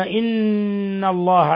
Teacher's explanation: نون مشددة غن مقدار حركتين